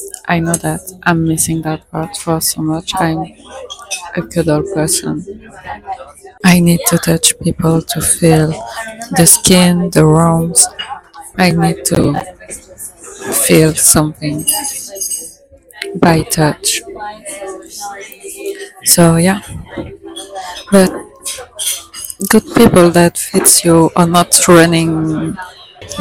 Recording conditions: outdoors